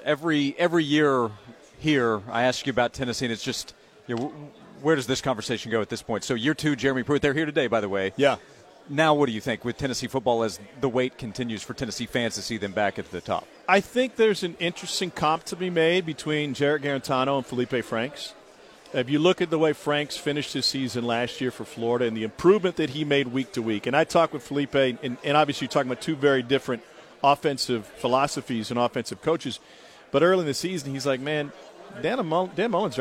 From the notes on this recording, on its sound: live from SEC Media Days in Hoover